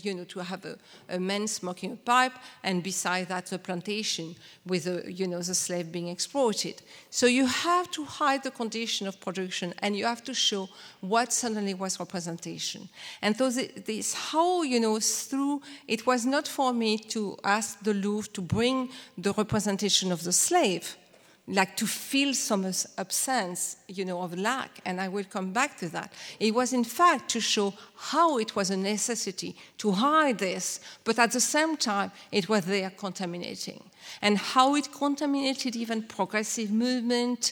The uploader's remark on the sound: Lecture performance, dialogues, talk. In the oldest and largest anatomy lecture hall at Berlin’s Charité.